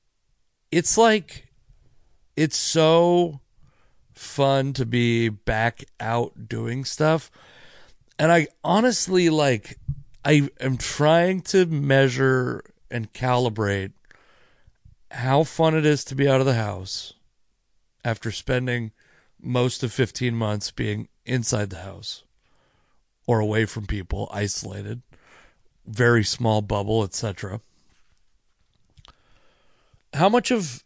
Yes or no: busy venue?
no